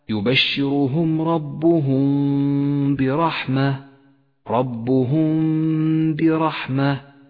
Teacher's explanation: الميم الساكنة جاء بعدها حرف الباء وهو حرف الإخفاء الشفوي الوحيد. نخفي الميم بالباء مع بقاء غنة للميم زمنها حركتان